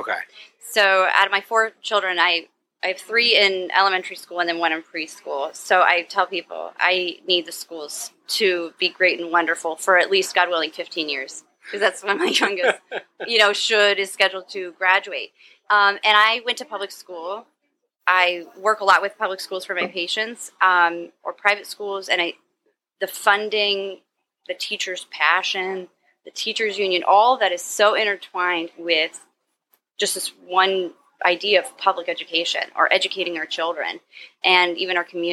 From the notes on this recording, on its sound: This episode of the Triple D Podcast was recorded at The Mad Batter Bakeshop.